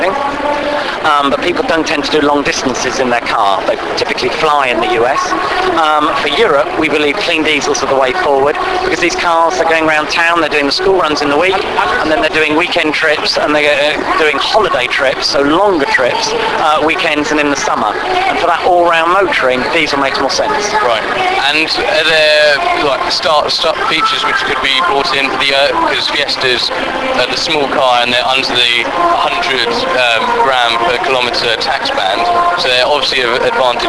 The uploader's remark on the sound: This week when walking around the British International Motor Show